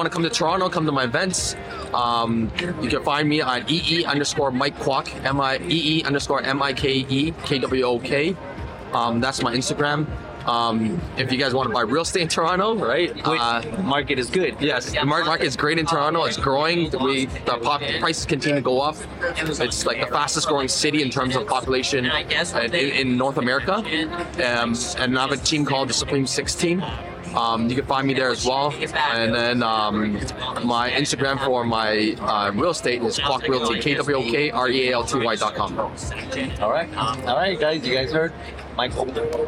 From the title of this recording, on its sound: Interviews at Veecon 2023